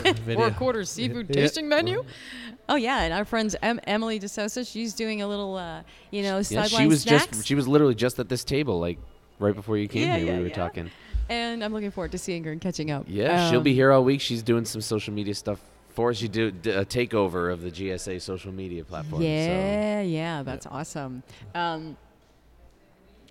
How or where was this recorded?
busy venue